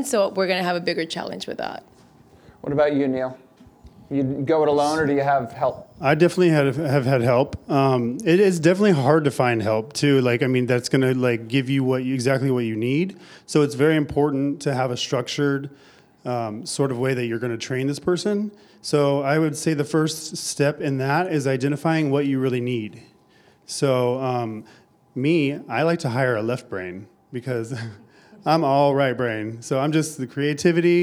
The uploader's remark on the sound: LIVE at ISSE 2020. Had a panel of four successful independent hairstylists discuss their strategies and tactics for being successful. Took questions from the audience.